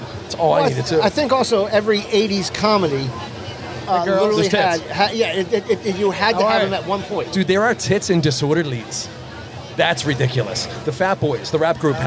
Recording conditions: outdoors